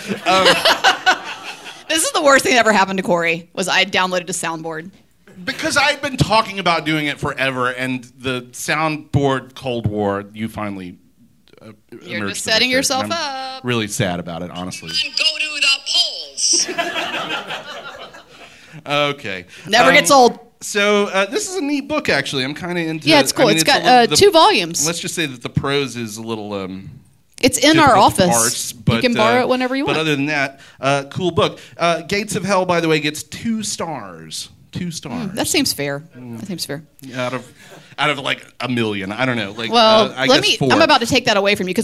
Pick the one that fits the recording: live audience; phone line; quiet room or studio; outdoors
live audience